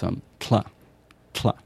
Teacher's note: it's an aspirated alveolar lateral approximate, or alveolar lateral affricate